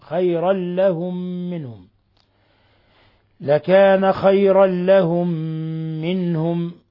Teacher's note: ميم ساكنة جاء بعدها ميم متحركة، أضغمت الميم الأولى في الميم الثانية بما يسمى بإضغام مثلين الصغير، إضغام المثلين الصغير، لأن إضغام المثلين الصغير أن يضغم متماثل في متماثل، إذا سكن الأول وحرك الثاني فنسكن الأول وندغم في الثاني فيسمى إضغام مثلين صغير مع غنة مقدارها حركتين من الخشوم.